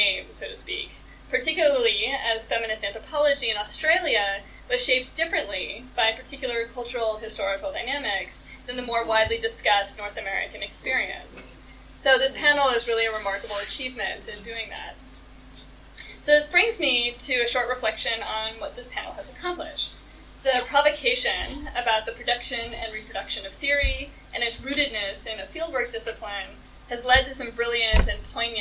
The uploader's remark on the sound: This is part 2 of the wonderful roundtable we recorded at 2019's AAS conference!